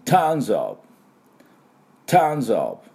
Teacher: ちょっと喉の奥で出すあですね